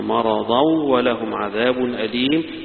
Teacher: في الإدغام الكامل بغنة للجميع ما عدا وجه لحمزة فيها بغير غنة